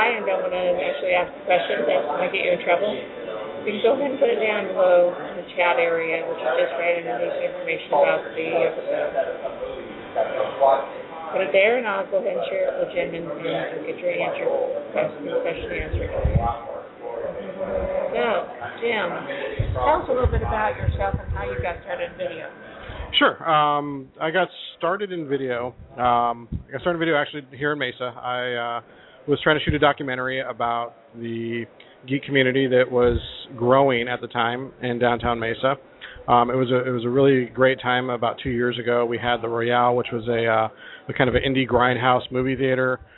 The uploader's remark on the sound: Escape the Grind: Live from LoFi Coffeehouse. Broadcasting LIVE from LoFi Coffeehouse, in Mesa, Arizona this Sunday.